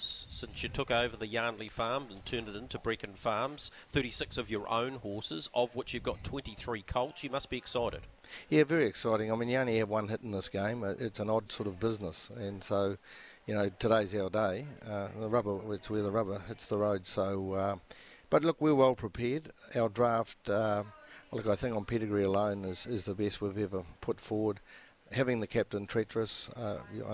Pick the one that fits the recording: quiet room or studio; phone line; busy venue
busy venue